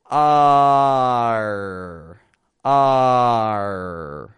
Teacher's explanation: Your tongue pulls back and the sides of your tongue are up touching your top teeth around the middle of your mouth. · Term: R position